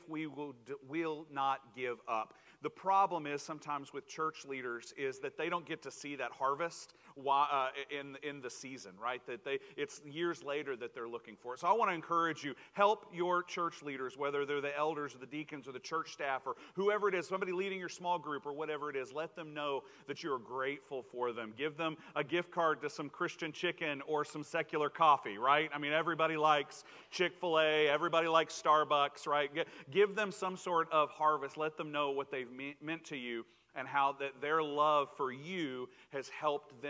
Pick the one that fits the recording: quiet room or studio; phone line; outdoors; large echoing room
large echoing room